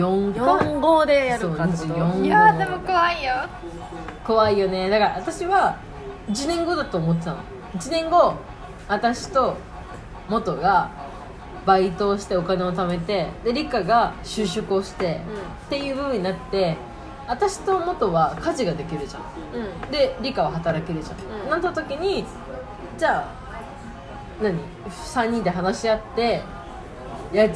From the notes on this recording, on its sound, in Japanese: エンディング撮り忘れましたごめんなさい。ブツ切れしてます。収録場所が沖縄料理屋だったのでBGMは陽気な音楽が流れています。